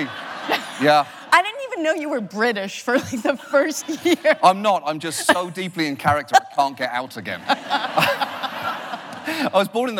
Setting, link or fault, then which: setting, live audience